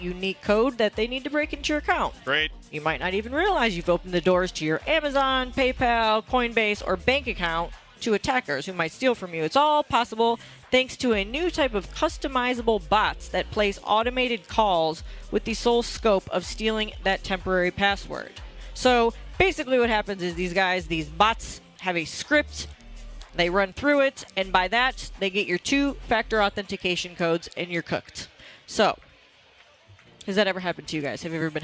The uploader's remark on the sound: LIVE from Bastards Canteen in Downey to celebrate Veterans Day!